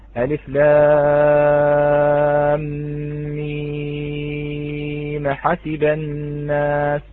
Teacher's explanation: في كلمة ألف لام ميم أحسب ننقل حركة الهمزة إلى الميم